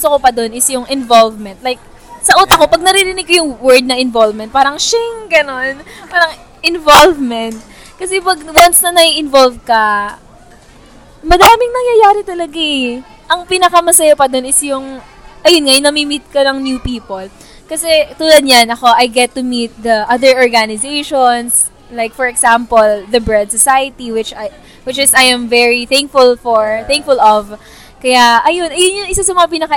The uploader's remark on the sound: We recorded this episode while we are having lunch in Mcdonald's!